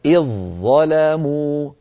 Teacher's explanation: إذ هنا أصلها إذ بالذال، ظلموا بالظاء، فلما تجاورت الذال والظاء وهما حرفان من مخرج واحد، يعني حرفان متجانسان، وجب الإدغام. فنحول الذال عند الوصل إلى ظاء، وتصير هناك ظاءان، فندغم الظاء الأولى في الظاء الثانية · Term: إدغام واجب